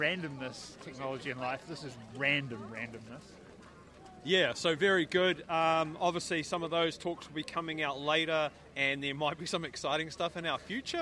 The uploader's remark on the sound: We were at Fieldays for another year. We decided to record our normal podcast while there.